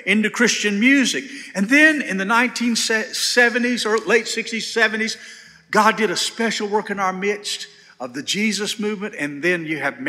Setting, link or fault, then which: setting, large echoing room